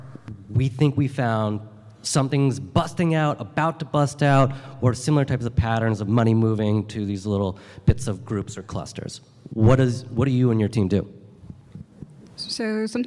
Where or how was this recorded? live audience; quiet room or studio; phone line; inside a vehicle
live audience